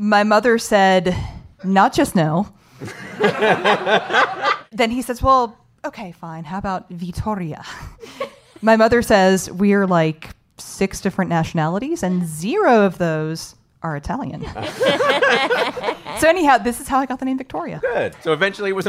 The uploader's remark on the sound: Live from the Game Show Boot Camp in Las Vegas, Nevada